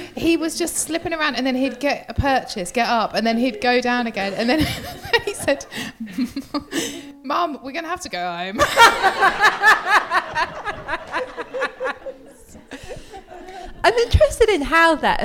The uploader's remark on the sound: Live at the Turner Contemporary as part of the Margate Bookie literary festival. Live at the Turner Contemporary as part of the Margate Bookie literary festival.